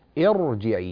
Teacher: فكسرتها لا يعتد بها ولا تسبب ترقيق الراء، وتبقى الراء على التفخيم